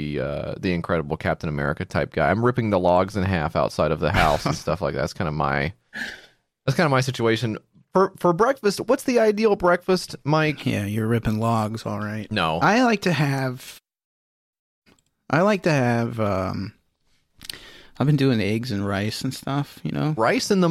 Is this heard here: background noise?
no